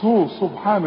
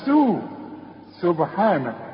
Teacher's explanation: سبحانه رقق السين قوي، احسن تطلع معاك صاد · Shown in: second take · تقول صو سبحانه، لا سو سبحانه.